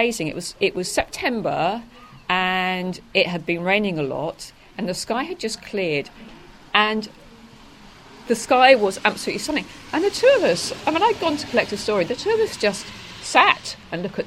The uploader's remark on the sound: on Frinton Greensward over looking the beach huts